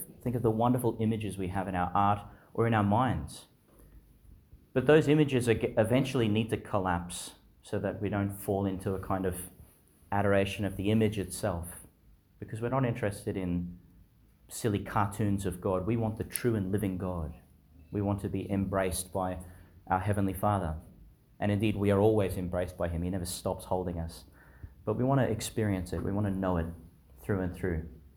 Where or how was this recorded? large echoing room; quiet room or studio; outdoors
large echoing room